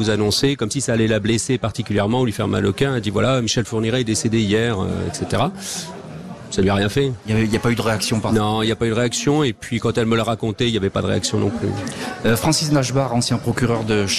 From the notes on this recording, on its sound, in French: En direct de la foire de Châlons-en-Champagne